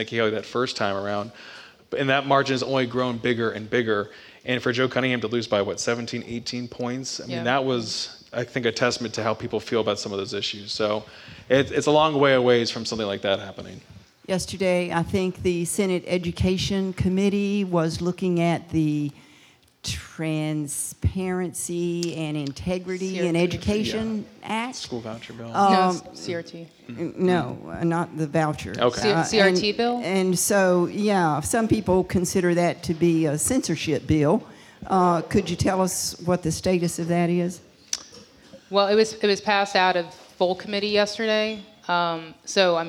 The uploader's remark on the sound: Live From Clemson. Recorded live at Kite Hill Brewing Co. In Clemson, SC.